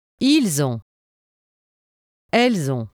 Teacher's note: the final S on il and elle is linked to the vowel at the beginning of on and sounds like z